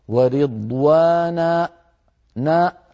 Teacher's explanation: أنا تعمدت أن أقفل الوترين الصوتيين · Term: الهمزة